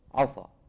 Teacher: فلو فخم قارئ هذه السين من عسى، فقط فخمها، ما غير المخرج · Term: فخم السين